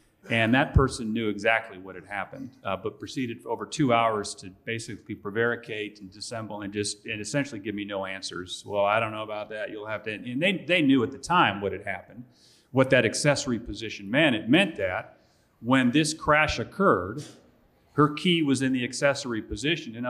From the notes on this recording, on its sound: Ive from the 2019 Georgia Trial Lawyers Association Conference. In a special episode recorded live at the Georgia Trial Lawyers Association’s 2019 Holiday Workshop in Atlanta.